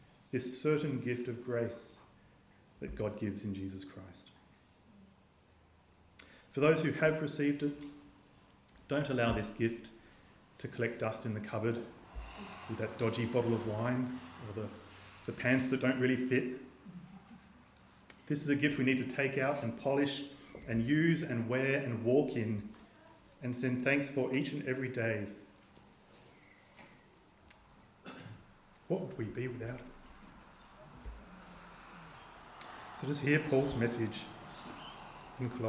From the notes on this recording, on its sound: This sermon was preached on the 31st of December 2023 at all services of Helensburgh and Stanwell Park Anglican Church.